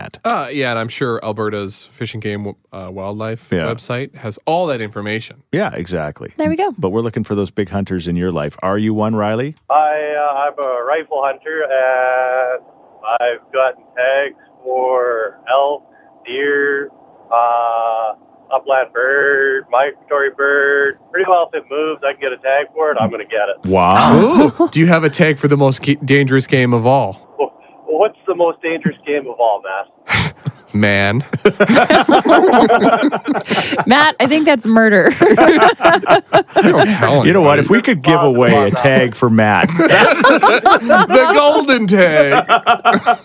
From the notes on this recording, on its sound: Parking lot party! It's day 2 of rifle hunting season, so we chatted with a bunch of "fired" up huners.